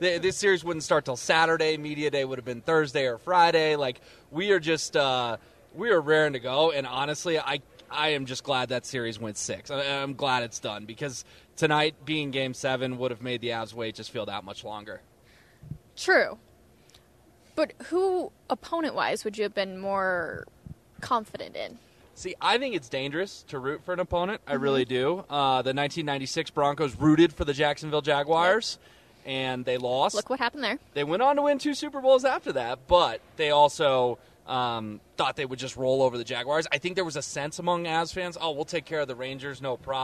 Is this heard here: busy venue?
yes